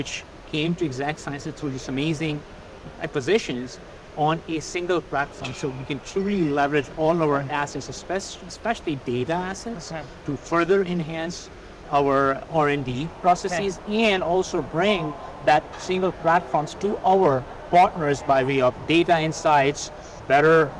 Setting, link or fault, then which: setting, busy venue